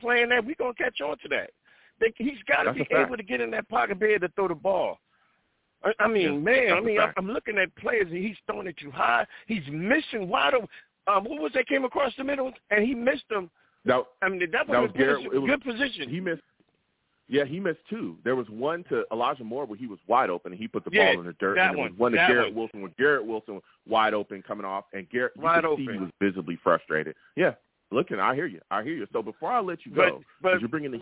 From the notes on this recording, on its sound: Live immediately after the Jets game against the Lions, I sat down and discussed the game! I take live callers!